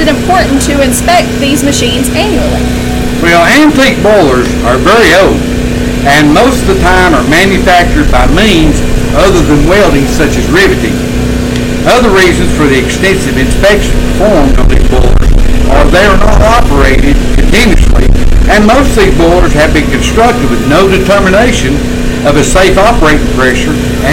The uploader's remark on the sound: onsite at the SouthEast Old Threshers Reunion in Denton, NC